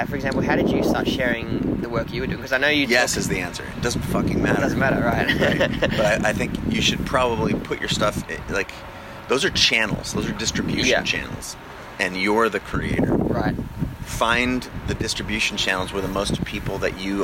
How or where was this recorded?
outdoors